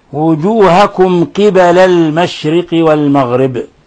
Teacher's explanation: وجوهكم قبل المشرق والمغرب، ميم ساكنة جاء بعد حرف القاف، الحكم التجويدي إظهار شفوي، يعني أننا نلفظ بالميم ساكنة مظهرة من غير غنة ومن غير أن نضغط عليها